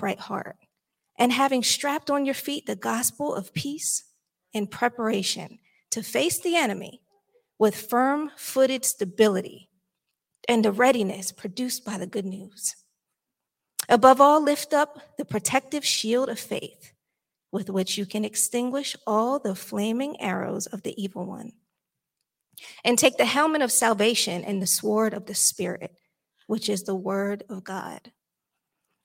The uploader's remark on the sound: Recorded live at Newark United Pentecostal Church.